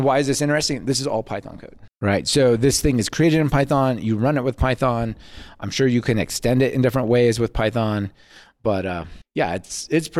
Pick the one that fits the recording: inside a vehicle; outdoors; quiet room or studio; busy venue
busy venue